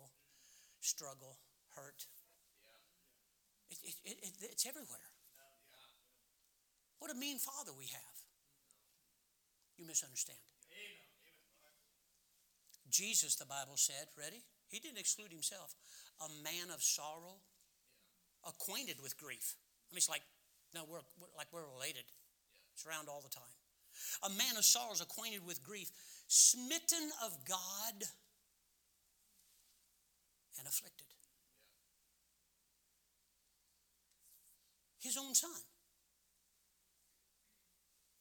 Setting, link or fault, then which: setting, large echoing room